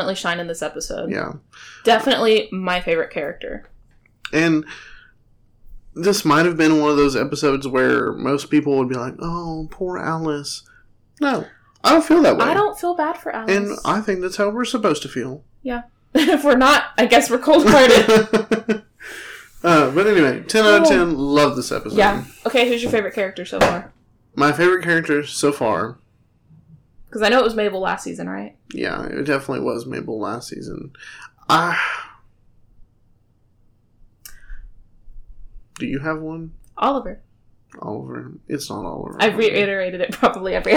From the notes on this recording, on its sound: Please excuse the audio quality of this episode, we recorded in a different location.